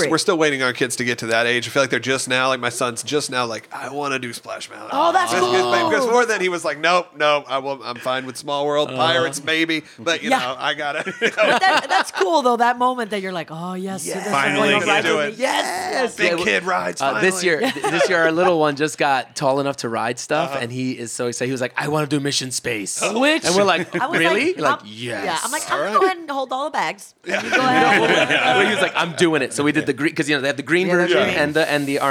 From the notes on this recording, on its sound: We interview so many great guests LIVE from Disney's Riviera Resort.